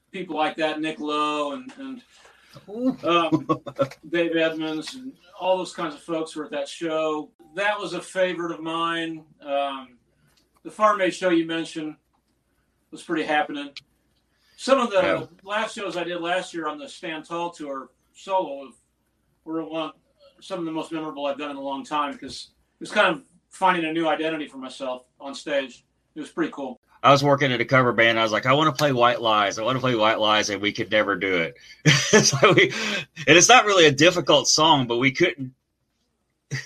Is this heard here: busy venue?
no